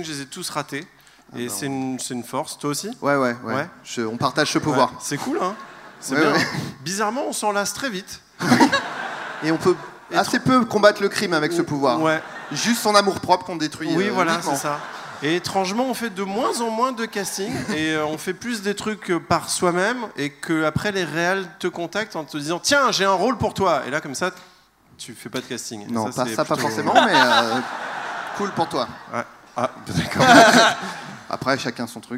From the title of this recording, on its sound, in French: En Public au Bataclan